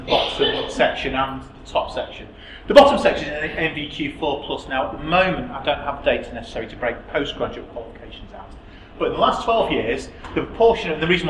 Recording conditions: live audience